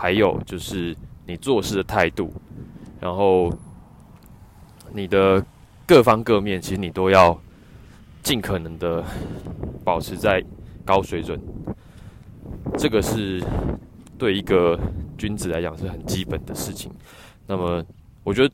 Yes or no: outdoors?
yes